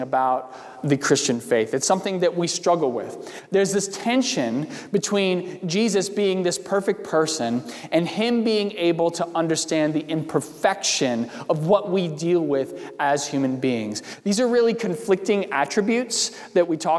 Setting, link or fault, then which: setting, large echoing room